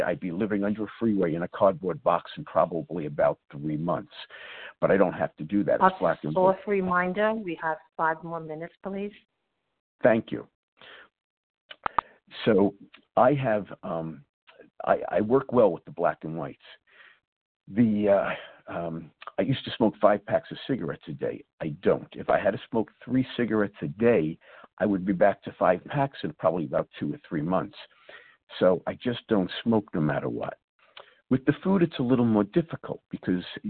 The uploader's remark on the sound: 100 Pounders Phone Meeting.